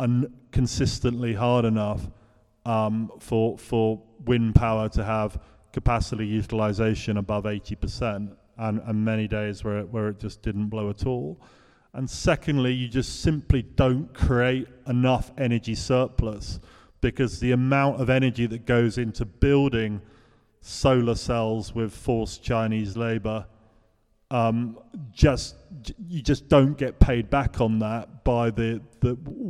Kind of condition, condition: setting, live audience